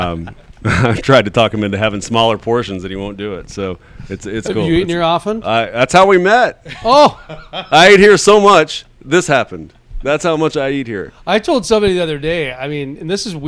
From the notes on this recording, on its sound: live on location at Cowboys and Indians restaurant in Houston, Texas